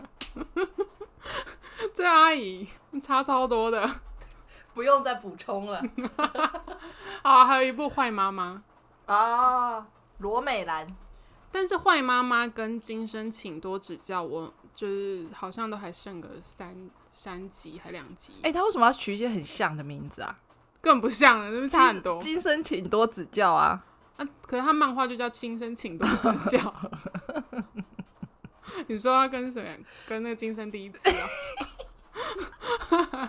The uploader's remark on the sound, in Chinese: 錄音當天在下大雨，所以背景可能會有些雨聲雜音，可能有點影響收聽品質。